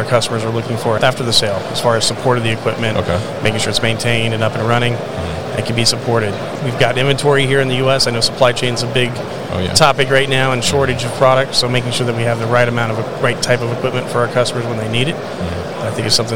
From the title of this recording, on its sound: ePicker at MODEX 2022